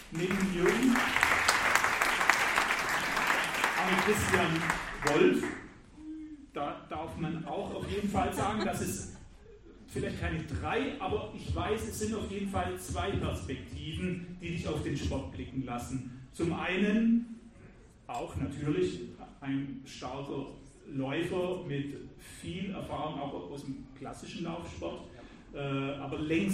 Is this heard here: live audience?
yes